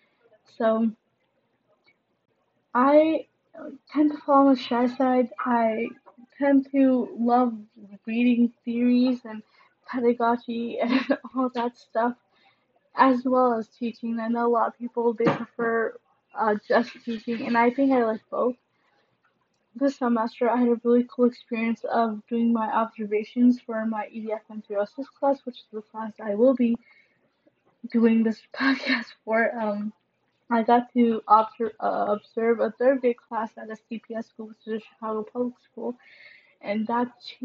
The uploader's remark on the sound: Sorry for the background noise!